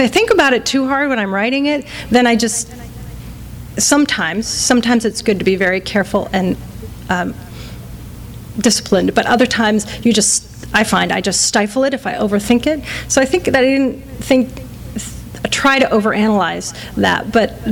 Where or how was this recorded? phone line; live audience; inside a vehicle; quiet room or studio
live audience